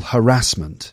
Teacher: you hear the word pronounced with the emphasis on the second syllable